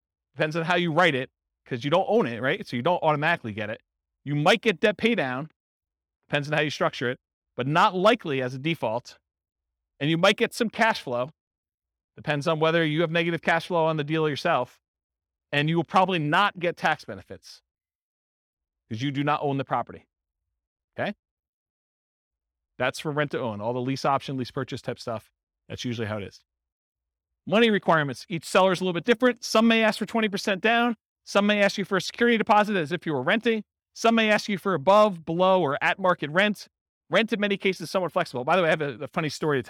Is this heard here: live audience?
yes